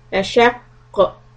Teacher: ولعذاب الآخرة أشق If you want to stop on this qaf because there is a shadda on it on the last letter make it the heaviest quality of the qalqala